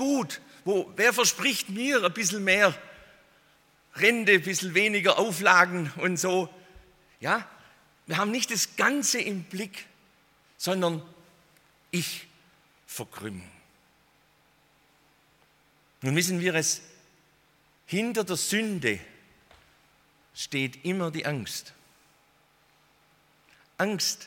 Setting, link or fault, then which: setting, large echoing room